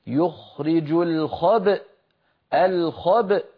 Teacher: تباعدت الشفتان وتلاها التصاق الوترين وتصادم الوترين الصوتيين بمعنى خروج همزة ساكنة